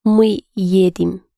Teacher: you accent the ending